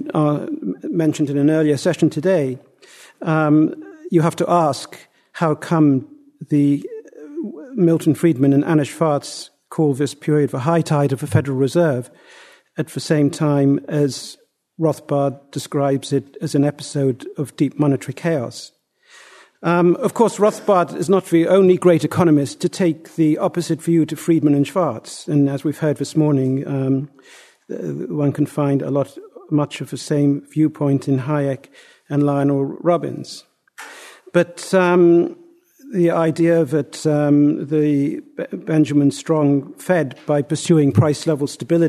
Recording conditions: live audience